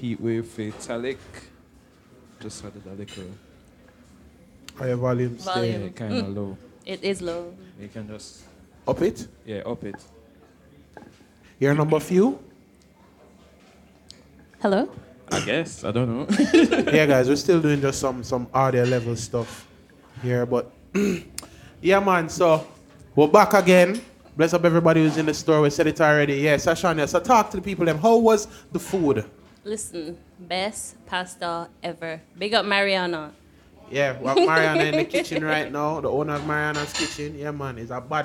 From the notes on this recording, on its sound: The Live version of The Late Night Par comes to a close at the end of summer! Thank you for Podding and eating with us at Marianna's Kitchen.